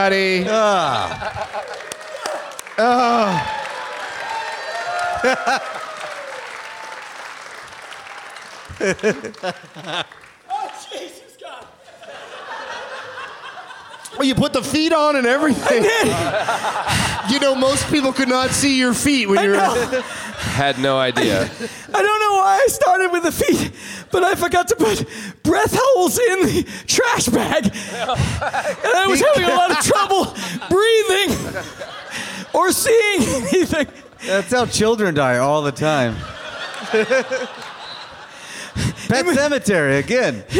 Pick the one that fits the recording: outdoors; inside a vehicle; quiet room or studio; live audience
live audience